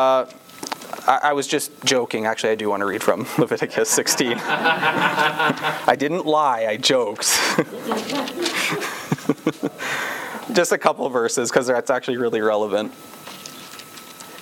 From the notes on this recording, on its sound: This sermon was preached on September 4, 2022, at Campbell Baptist Church, Windsor, ON.